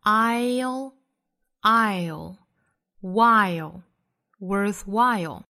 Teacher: while 注意双元音 I 的发音不能丢了 I 后面紧跟舌侧音的动作